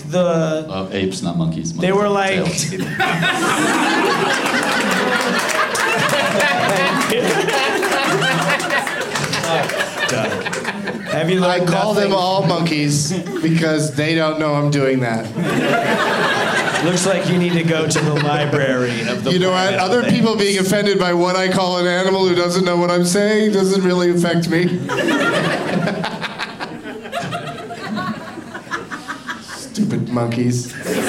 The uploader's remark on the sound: Live from Comedy Works in Denver